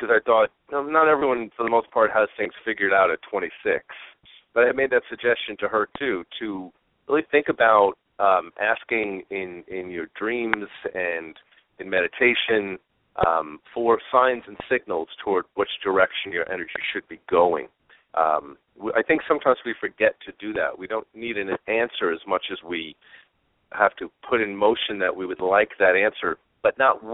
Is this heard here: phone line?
yes